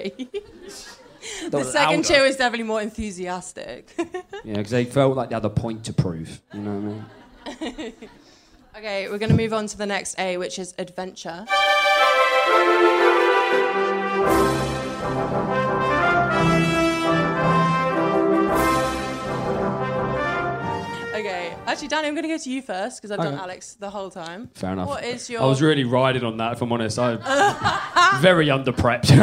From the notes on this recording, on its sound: The recording of the LIVE Single Sounds show